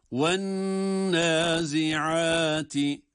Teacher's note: وَالنَّازِعَاتِ derken şeddeli nunu tutuyoruz